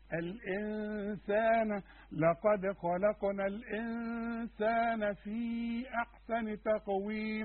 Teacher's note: في نون بدون تشكيل بعدها السين عاوزين نخفيها ونغنها